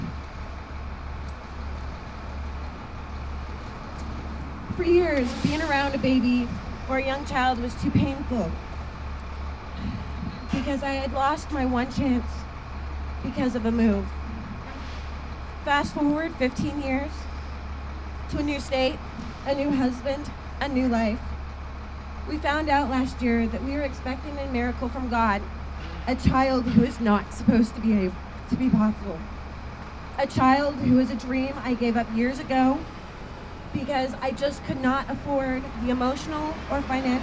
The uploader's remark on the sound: This episode is a record of this press conference and is shared in its entirety. PORTLAND,OR.